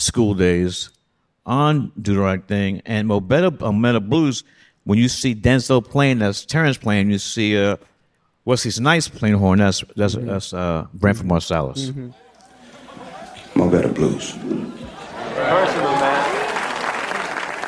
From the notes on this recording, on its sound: at the New Yorker Festival